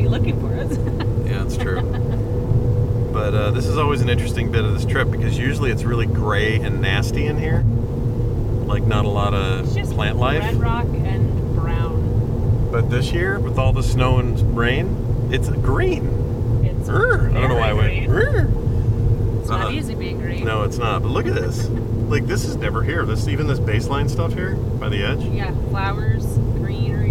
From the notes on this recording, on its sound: Sorry for the buzzing in the first segment. My mic was goofed.